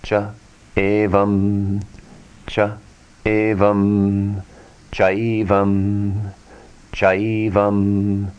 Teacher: Combinations of two vowels which create the vriddhi form, ai.